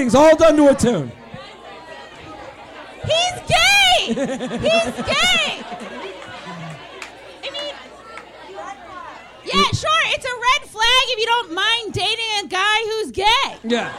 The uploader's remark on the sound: LIVE From Zanies In Chicago